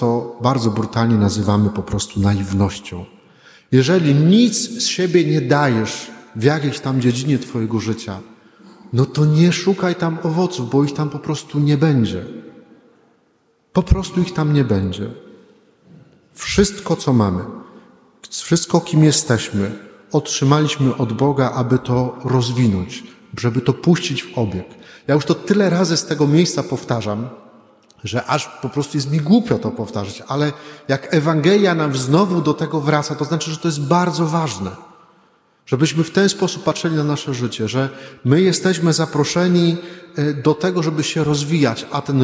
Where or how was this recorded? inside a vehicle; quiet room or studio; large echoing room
large echoing room